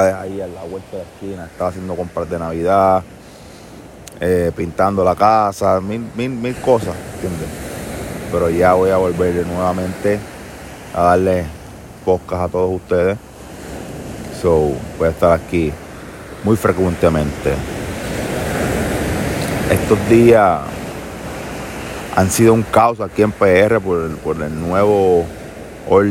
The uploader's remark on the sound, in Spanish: Mientras corría por la playa se me ocurrió la magnífica idea de hacer un podcast con ese bello sonido d las olas de fondo.